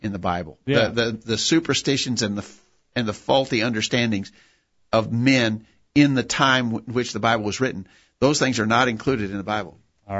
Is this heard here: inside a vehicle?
no